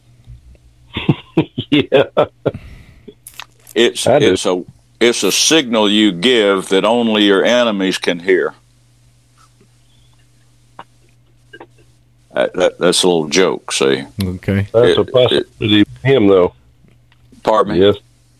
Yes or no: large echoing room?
no